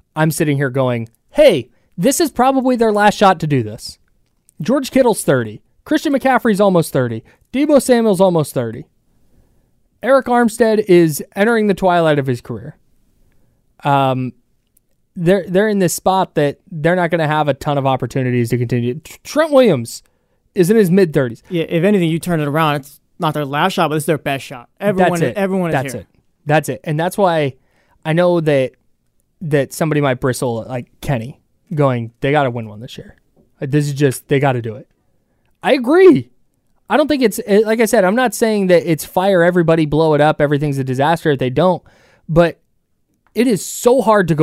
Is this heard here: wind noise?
no